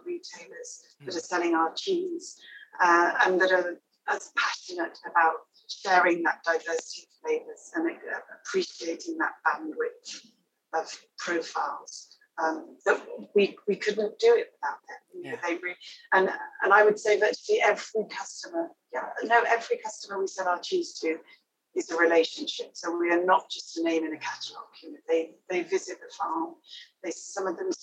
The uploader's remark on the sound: We had a technical glitch just before the episode started, so had to bring in IT back up. It means the recording is not as clear as it could be.